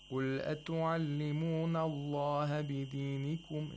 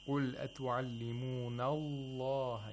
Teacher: You have to hold the lam a little bit to show two lams. · Shown in: second take